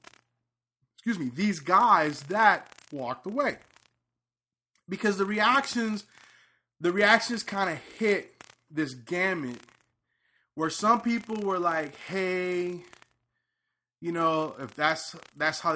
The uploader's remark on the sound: The 3rd podcast coming from somewhere in Marietta, GA. Sorry about he crackle we used new mics and are figuring it out...